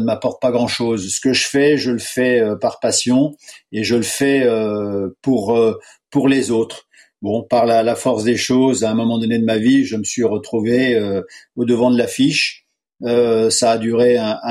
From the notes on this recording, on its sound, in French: Pour la première fois depuis le lancement de ce podcast et confinement oblige nous avons enregistré ce nouvel épisode à distance.